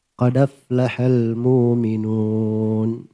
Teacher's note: Harokat hamzanya dipindah ke dal. Qadaflahal mu'minun.